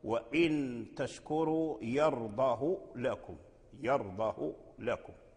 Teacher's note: نافع يعني ورش وقالون اتفق على قصر هاء الضمير من قوله تعالى في سورة الزمر: وإن تشكروا يرضاه لكم، يرضاه لكم.